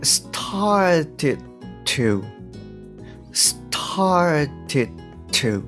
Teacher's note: started の D の音っていうのが脱落して to につながるわけなんですね